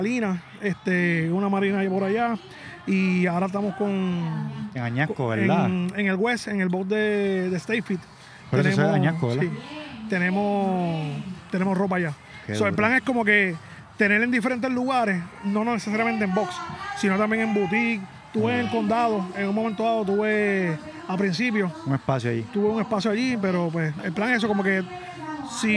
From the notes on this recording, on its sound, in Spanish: un podcast “live” que se hizo en pleno evento